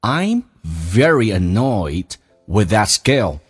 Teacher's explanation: very 跟 annoy 元音跟元音之间可以加个连音，加个也